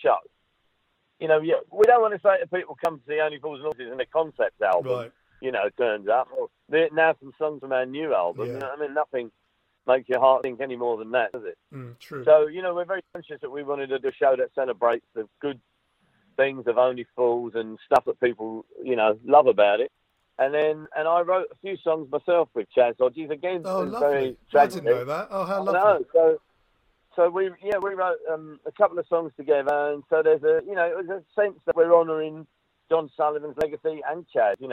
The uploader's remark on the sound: On the phone.